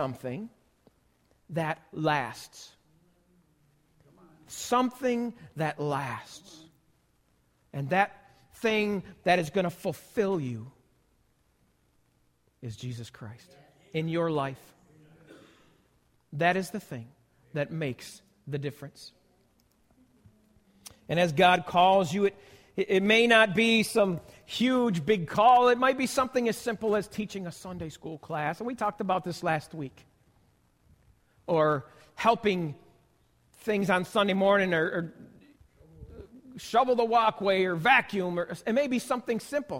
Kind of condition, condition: setting, large echoing room